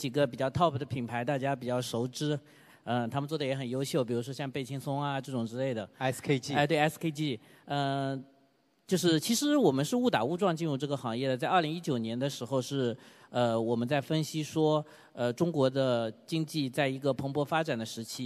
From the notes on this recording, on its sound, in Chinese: 在天下网商举办的“2023新网商峰会”上，我和四位新品牌创始人进行了一场持续1小时的圆桌会谈